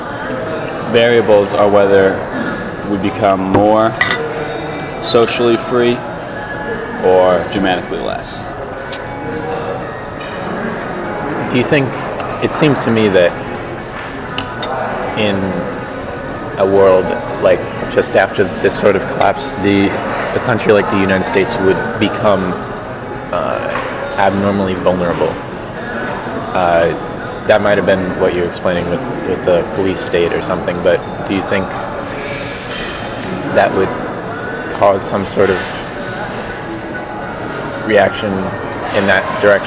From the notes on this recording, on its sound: This interview was conducted during our Sunday morning breakfast, so the sounds of the dining hall are quite audible in the background.